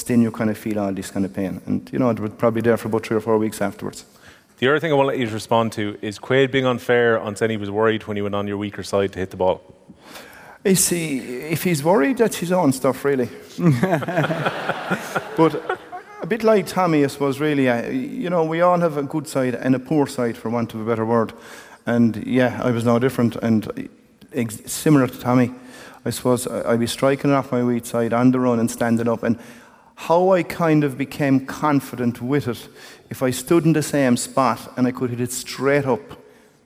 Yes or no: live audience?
yes